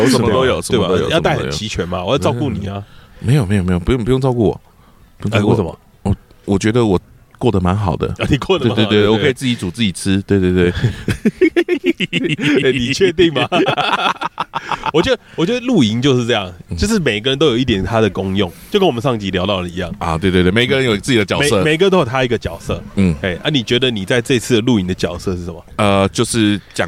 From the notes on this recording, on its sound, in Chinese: 這次我們嘗試在野外露營+錄音但沒有露出。並且在大自然的薰陶中跟大家分享我們的旅程。